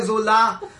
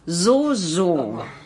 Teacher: Stimmhaftes S am Anfang, wie bei Solar